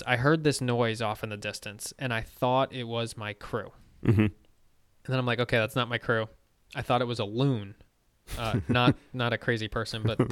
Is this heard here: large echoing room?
no